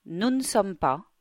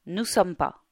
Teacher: in today's spoken French, this ne is totally glided or even disappears altogether. Nous ne sommes pas becomes nous ne sommes pas or even nous sommes pas.